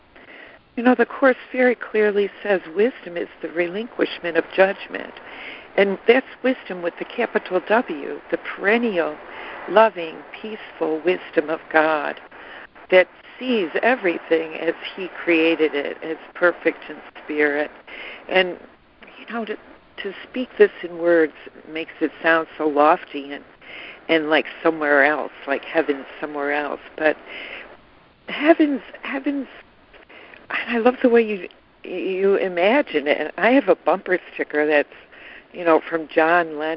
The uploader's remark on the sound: ACIM Daily Conference Call.